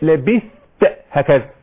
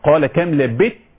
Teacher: دي قراءتي أنا والبعض من القراء يقول لبت ليه بقى اصل تقارب الثاء مع التاء بيحصل عملية ادغام · Shown in: second take